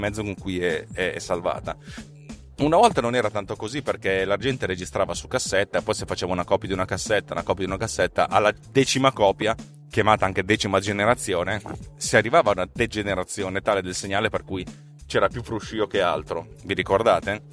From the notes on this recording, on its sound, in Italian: Un nuovo programma di pulizia audio per farvi sentire TechnoPillz sempre meglio nonostante sia registrata in un'automobile che corre e va!